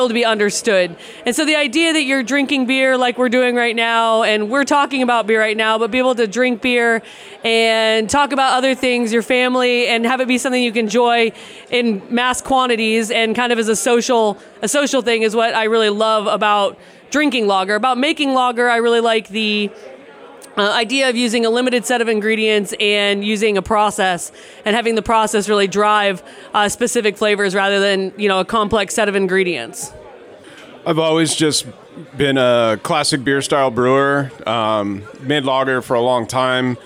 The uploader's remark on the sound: Recorded in front of a live audience late one night on the patio of Cerveza Fauna after a full day of judging for the Copa Baja beer festival in Mexicali, Mexico, in late 2023.